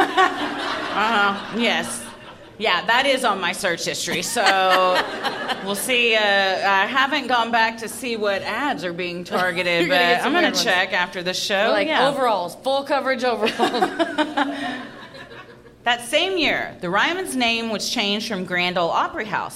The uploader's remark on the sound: Recorded live at Zanies in Nashville, TN.